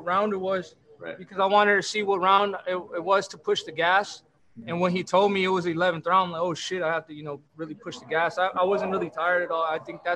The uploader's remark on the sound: Post Fight Media conference